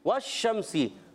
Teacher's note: واو کی ادائیگی ہونٹوں کی گولائی سے شین مشدد ہے ذرا رک کر ادا کریں گے شین کا